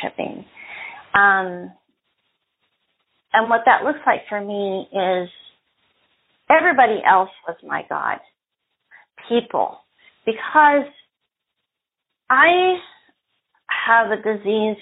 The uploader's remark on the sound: Phone Meeting Workshop